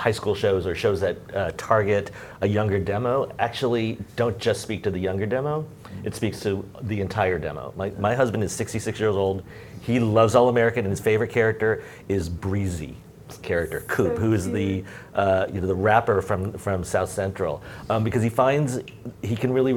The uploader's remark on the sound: This episode is adapted from the Storytelling for Gen Z and Gen Alpha panel at the Authentic and Inclusive Representation Summit that took place in October 2021.